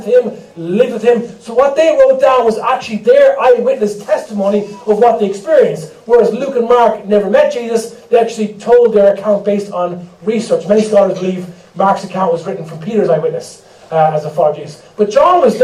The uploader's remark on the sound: We apologise for the poor sound quality on this recording.